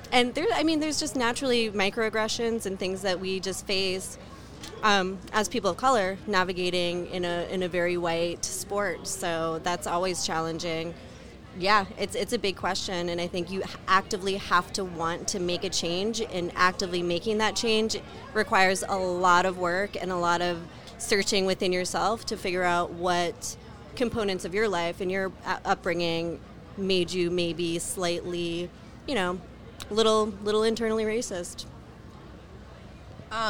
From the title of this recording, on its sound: Live from Head of the Charles Regatta